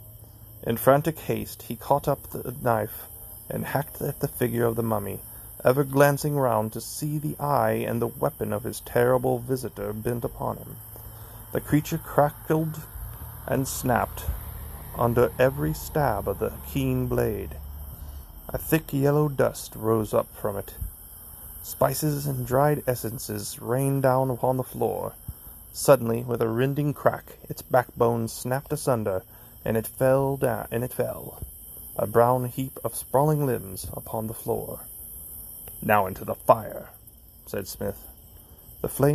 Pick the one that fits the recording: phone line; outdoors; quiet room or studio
outdoors